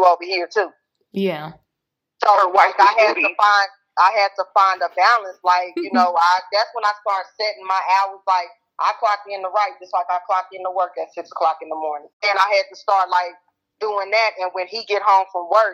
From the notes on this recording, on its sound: 3 Way Writers Call. On the phone interviewing authors.